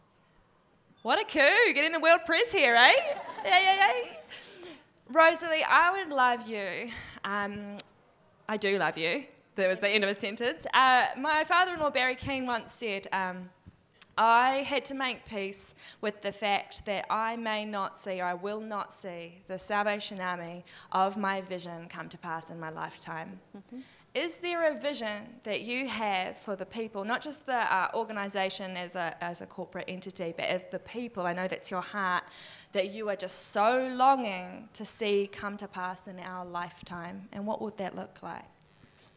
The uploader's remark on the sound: Was recorded live. 6. Special: Live at Congress. Recorded live at The Salvation Army's Encounter Congress 2019.